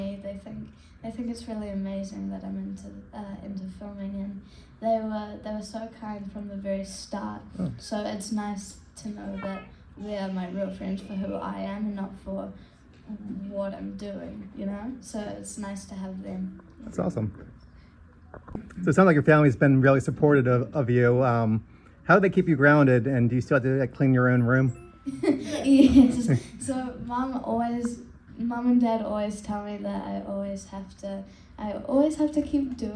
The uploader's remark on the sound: an exclusive panel interview from our favorite horror convention Monster Mania